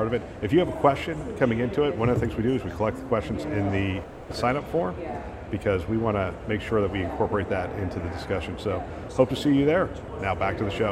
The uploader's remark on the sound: live from CHIME’s Fall Forum